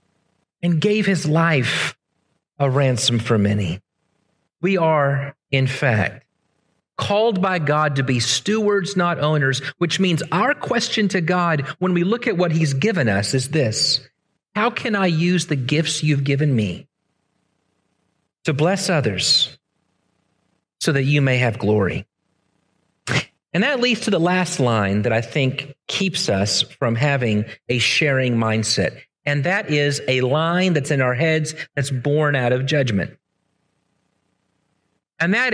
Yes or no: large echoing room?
yes